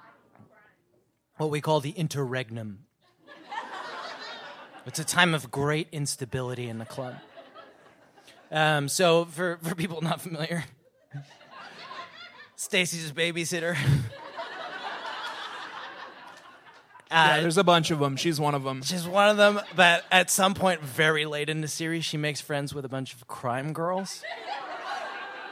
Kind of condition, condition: setting, live audience